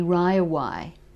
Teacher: what linguists would call a dark L, if a word like railway, which might be Ryaway, so that the L almost disappears. You can get that in Cockney, you can get it in Australian English.